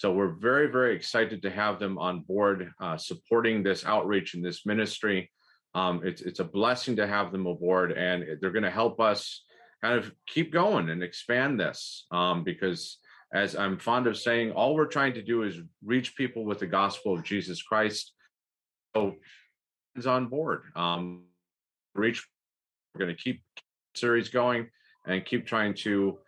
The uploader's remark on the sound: This is a recording of the eleventh webinar in the Becoming Byzantine series